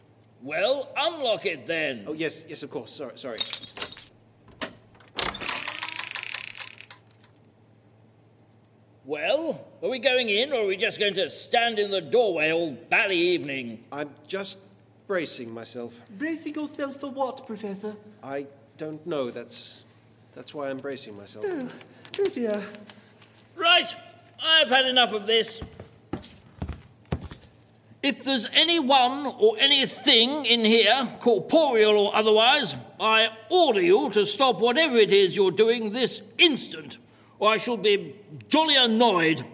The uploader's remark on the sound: Recorded live before an audience at Colchester Arts Centre, 17 December 2021.